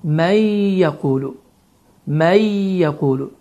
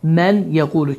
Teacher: Deməli, dediyimiz qaydaya görə, yəni sukunlu nun və ya tənvinlərdən sonra yə, mim, vav, nun hərfləri gələrsə, bu zaman idğam qaydası baş verir. Bu zaman nı səsi oxunmur, bu dörd hərfdən hər biri isə şəddələnir və səs burundan çıxır. · Shown in: first take · Term: idğam məlğunnə